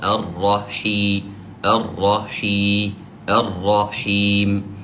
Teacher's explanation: أيضا نحرص على أن نبين أن المد مد كلمة الرحيم، المد بالياء، قد سبقته حاء مكسورة